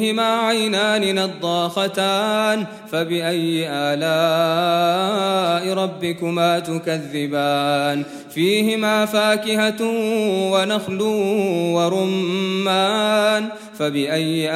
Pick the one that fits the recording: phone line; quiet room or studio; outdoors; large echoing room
large echoing room